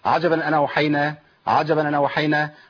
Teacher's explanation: يسقط الهمزه ويحرك وينقل حركه الهمزه على النون · Term: نقل الحركة